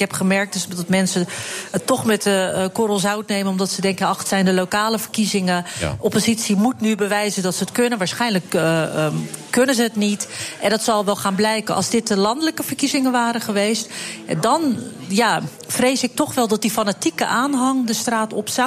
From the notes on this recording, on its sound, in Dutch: Dat en véél meer in The Friday Move vanuit de SkyLounge van het Double Tree by Hilton Hotel in Amsterdam.